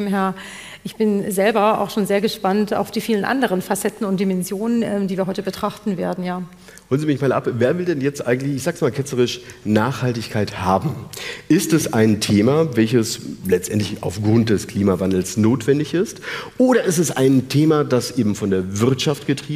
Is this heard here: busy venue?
yes